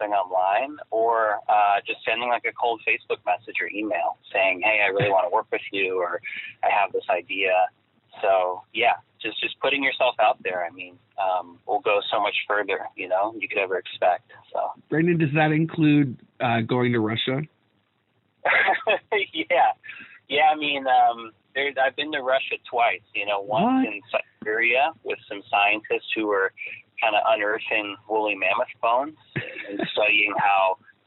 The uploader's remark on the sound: Have a quick phone chat.